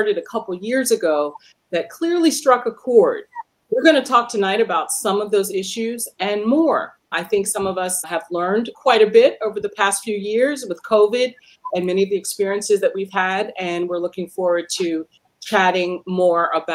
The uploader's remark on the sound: an excerpt from The Black Relauncher’s Perspective Panel, a webinar hosted recently by Mocha Moms + iRelaunch